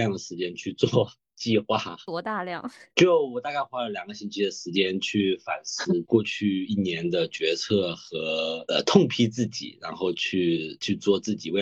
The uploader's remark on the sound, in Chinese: 本期节目为线上录制，音质稍有瑕疵望大家谅解。